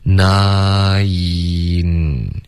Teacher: 你要发的是一个 nai。然后舌尖再顶上去